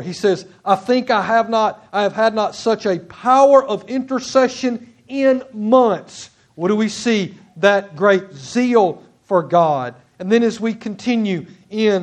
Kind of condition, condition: setting, large echoing room